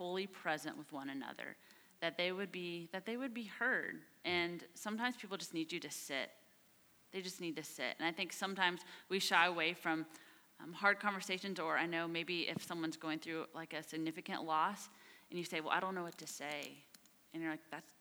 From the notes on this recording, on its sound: from our Thrive service in Asbury Hall